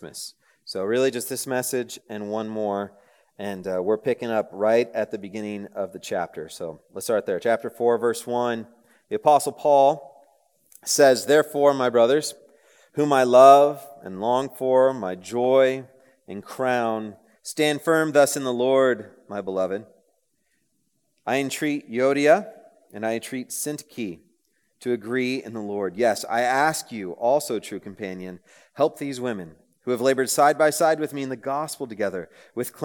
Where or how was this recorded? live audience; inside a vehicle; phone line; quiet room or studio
live audience